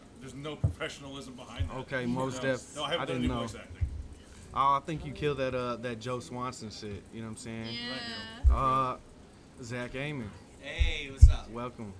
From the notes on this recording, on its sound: In this epsiode we sit down on the patio at Double D Saloon. Audio was recorrded outside.